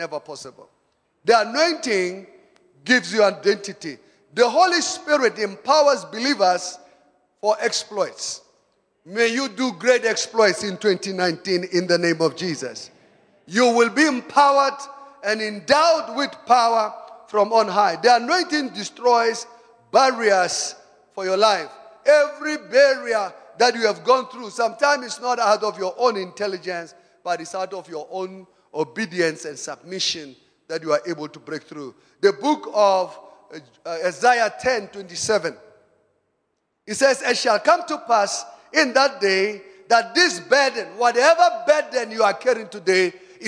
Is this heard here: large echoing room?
yes